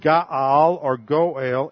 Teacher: That would be spelled, goel is spelled G-O apostrophe E-L, because you have a ion in there. It's a sort of a glottal stop consonant.